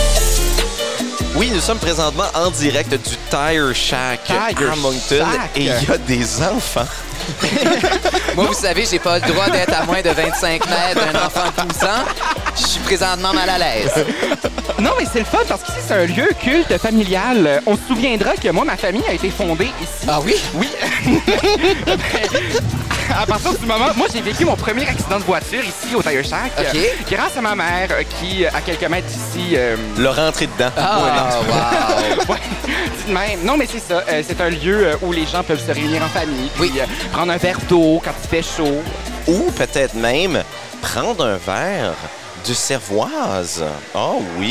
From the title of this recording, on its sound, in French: enregistré au Tire Shack à Moncton